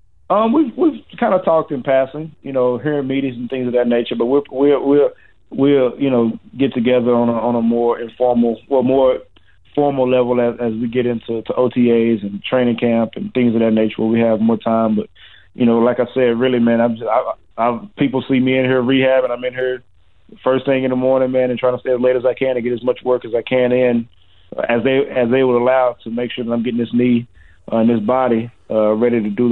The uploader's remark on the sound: joins us on the phone